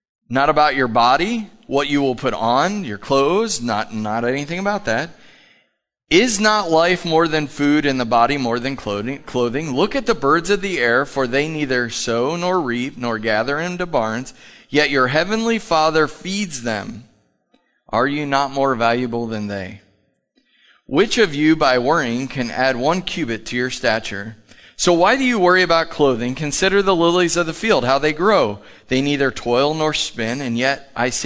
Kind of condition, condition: setting, large echoing room